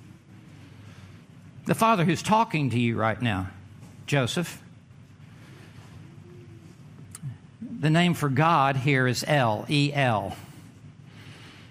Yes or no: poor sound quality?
no